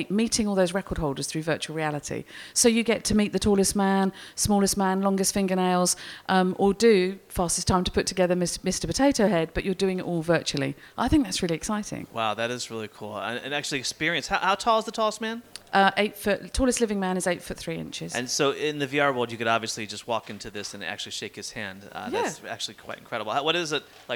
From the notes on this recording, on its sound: live from the LinkedIn Lab at Festival of Marketing in London